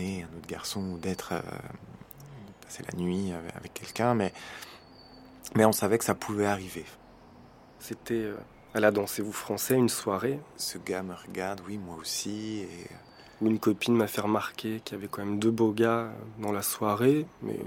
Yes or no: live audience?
no